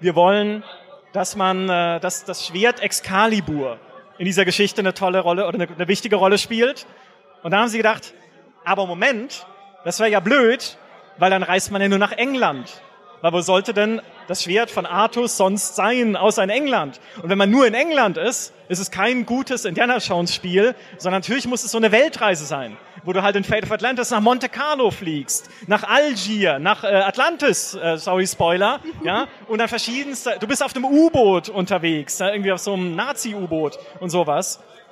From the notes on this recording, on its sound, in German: Einen Live-Podcast mit unserer liebsten Podcast-Community. Auf der Bühne standen.